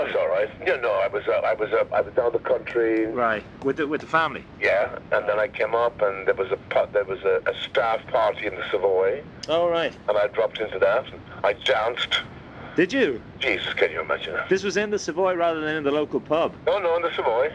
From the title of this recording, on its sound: during a 2001 phone call